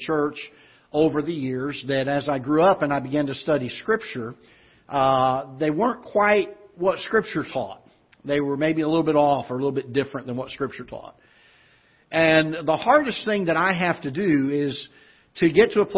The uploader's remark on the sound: Ketha Heights Baptist Church ~ Live Broadcast